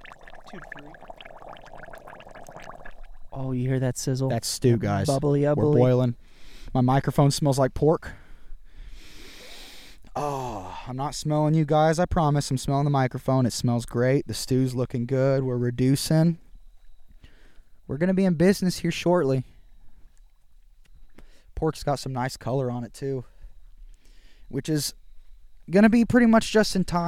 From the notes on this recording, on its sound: Live From the Woods. Cook some Beef heart and boneless pork ribs in cast iron over the fire.